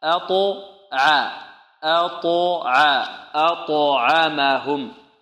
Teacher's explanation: عندنا همزة مرققة والطاء مفخمة والعين مرققة